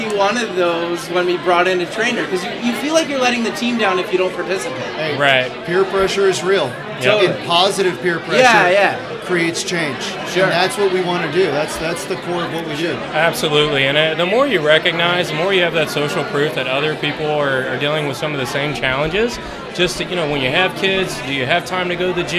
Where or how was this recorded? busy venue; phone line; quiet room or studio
busy venue